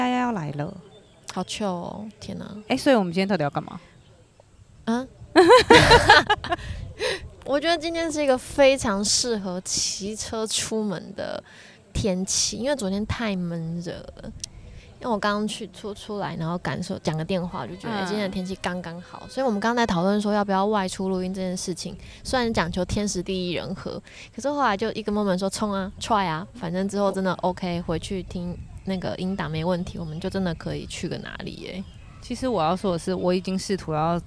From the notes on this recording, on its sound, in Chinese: 說走就走的戶外錄音。這集是一個臨時的特別錄音室。